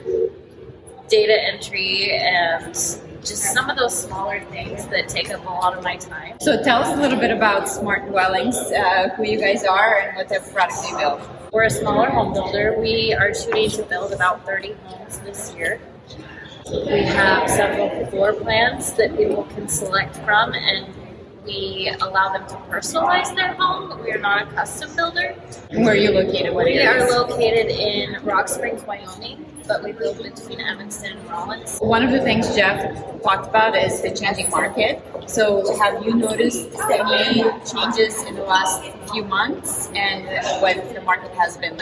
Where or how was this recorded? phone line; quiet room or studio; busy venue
busy venue